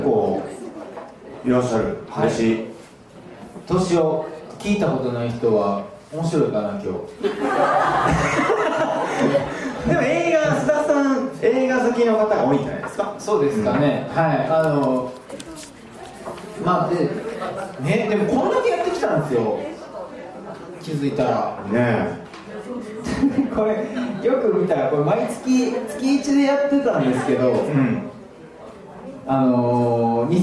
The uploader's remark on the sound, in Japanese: 心斎橋イーエで開催されたイベント「バーニンクリスマス2023」の音声です